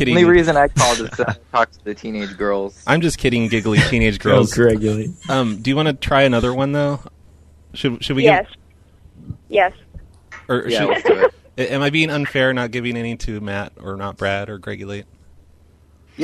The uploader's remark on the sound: …'s Personal Prank Phone Calls Collection.